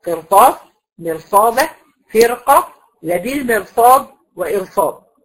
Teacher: الراء فيهم مفخمة ليه؟ لأن الراء ساكنة سكون أصلي، قبليها كسر أصلي، بعديها حرف استعلاء غير مقصور